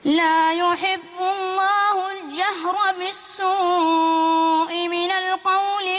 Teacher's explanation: واللام قمرية لام قمرية مظهرة، فتظهر معايا وما تختفيش، ما تبقاش شمسية